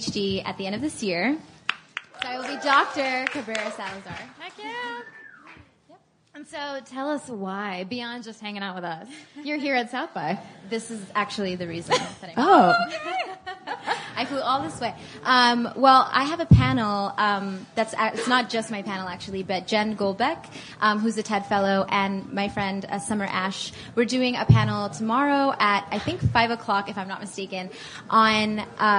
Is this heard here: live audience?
yes